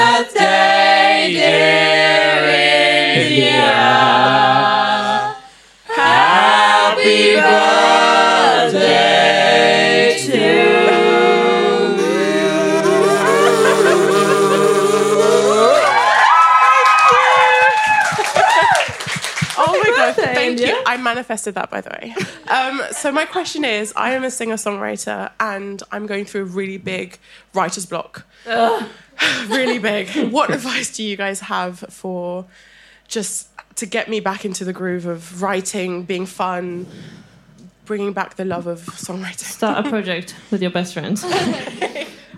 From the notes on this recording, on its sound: Live from album listening party. We threw an album listening party and recorded this episode live in London. Take some questions from the crowd.